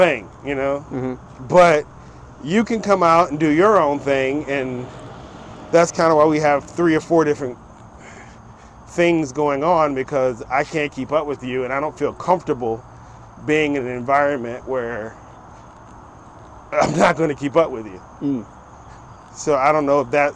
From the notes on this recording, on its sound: In this episode I have a walk and talk